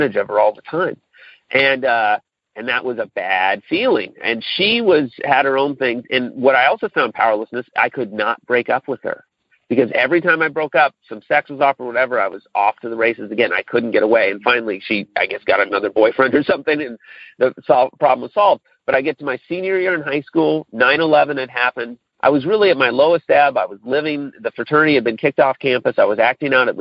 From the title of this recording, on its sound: Monday Noon Phone Speaker Series